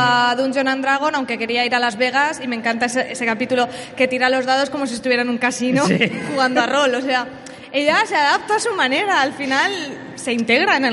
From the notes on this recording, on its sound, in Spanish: Tuvimos el placer de hacer un directo desde el Salón del Cómic de Alicante